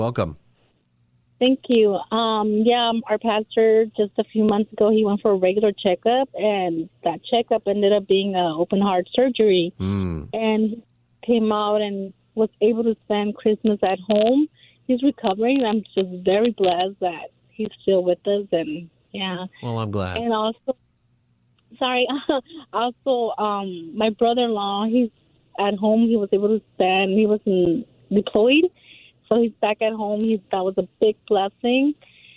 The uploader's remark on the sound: Open Phone Friday continues taking your calls on any topic.